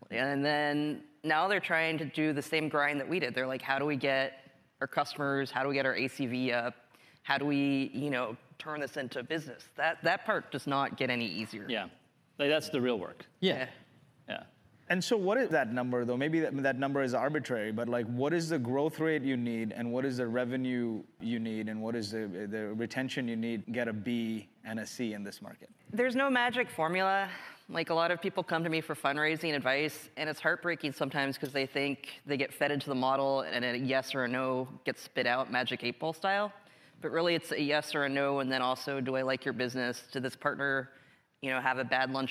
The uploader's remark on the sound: a panel he moderated at the recent SaaStr Annual Conference